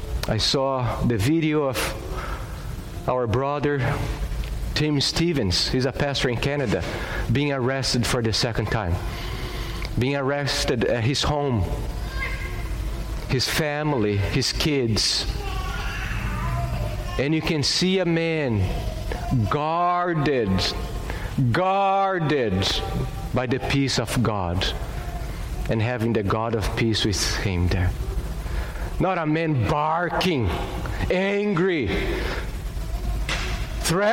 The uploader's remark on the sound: at Gracious Cross Reformed Church Salem, June 20th 2021.